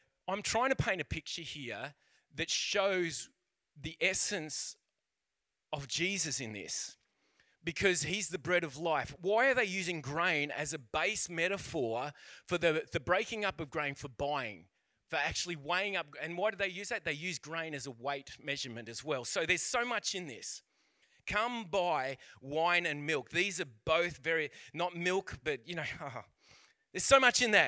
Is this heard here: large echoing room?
yes